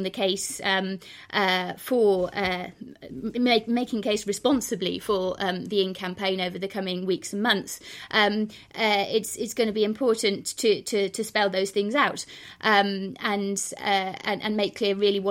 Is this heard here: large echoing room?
no